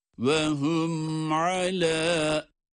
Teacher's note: Hunne biter bitmez ayna geçiyoruz. Arada bir boşluk yok.